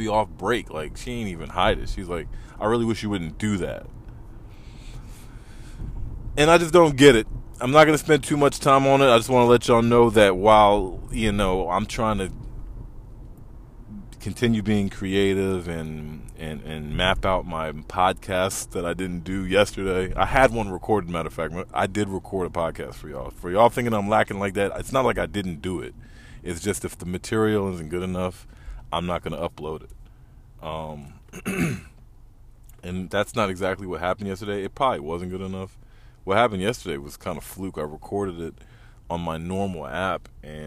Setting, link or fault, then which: setting, inside a vehicle